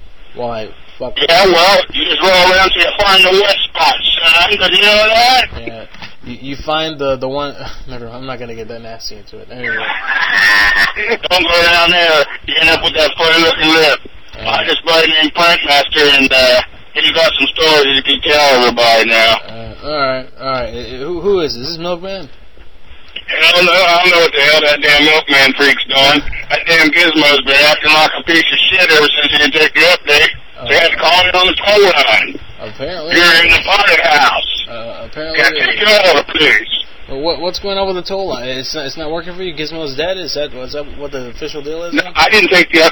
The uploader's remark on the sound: "Madhouse 090805b" from archive.org was assembled into the "RBCP's Personal Prank Phone Calls Collection" podcast by Fourble.